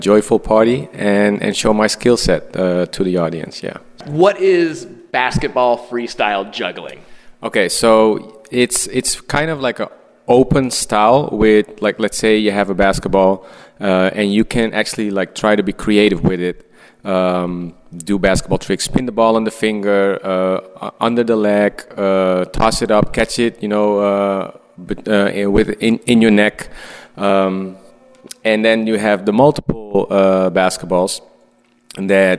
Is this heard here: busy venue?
yes